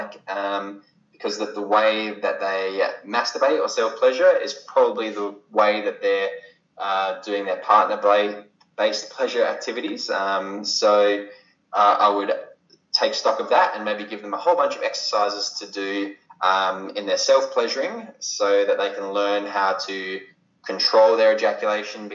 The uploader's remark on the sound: Skypes all the way to Australia